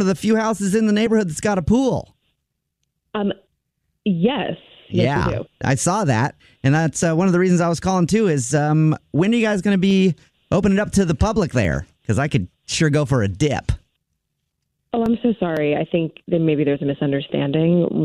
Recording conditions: phone line